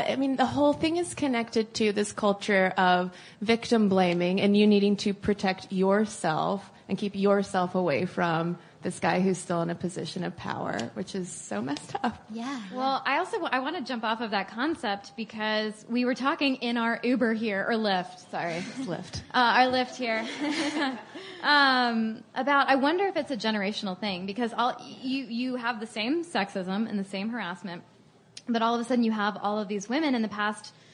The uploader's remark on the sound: In this live Stuff Mom Never Told You conversation at SxSW Interactive